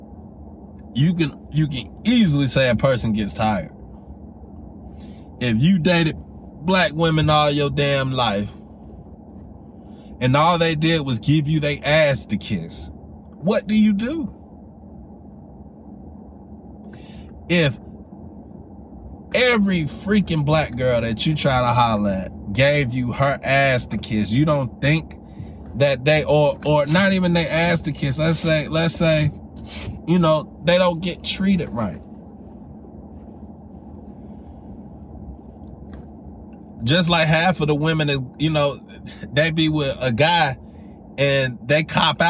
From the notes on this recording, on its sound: Driving while Thinking. While I was driving home.